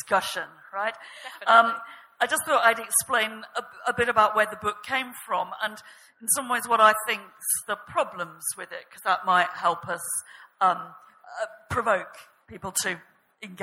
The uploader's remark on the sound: This episode is a live session from #ZEEJLF2019.